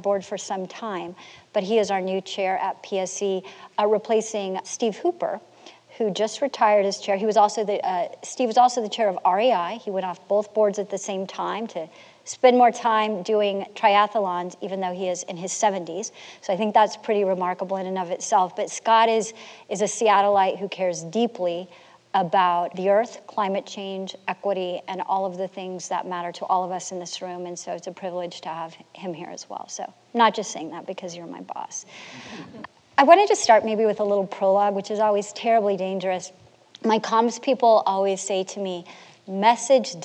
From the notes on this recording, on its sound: In this recording of a November 2021 live panel